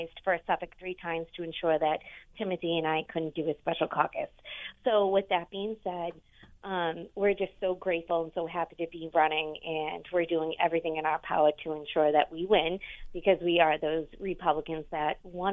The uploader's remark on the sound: A handful of his favorites call in to make their case.